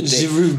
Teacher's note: I think you have to not pronounce the D.